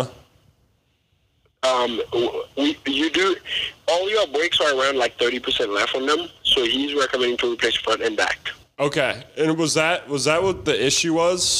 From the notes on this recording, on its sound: calls in his mechanic live on air.